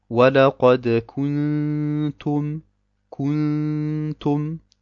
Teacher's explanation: Erst die Lippen nach vorne wegen der Dhamma des Kaf, dann wieder zurück wegen dem Ikhfa und dann wieder nach vorne wegen der Dhamma des Ta.